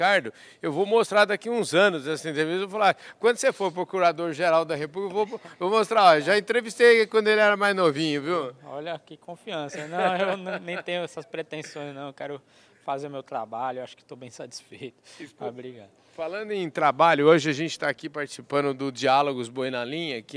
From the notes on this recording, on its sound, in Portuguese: gravado durante o “Diálogos Boi na Linha”, promovido em Marabá, pelo Instituto Imaflora